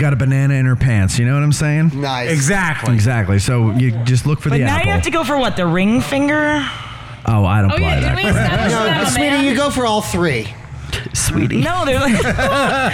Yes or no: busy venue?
yes